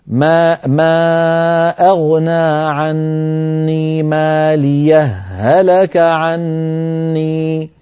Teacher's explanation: فالذين يدغمون يقولون: ما أغنى عني ماليه، هلك عني ماليه، هلك عني، فيدغمون الهاء في الهاء